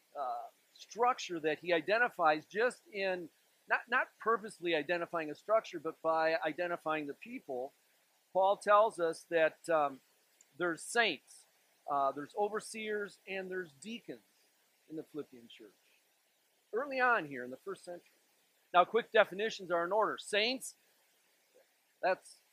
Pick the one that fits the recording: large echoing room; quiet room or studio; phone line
large echoing room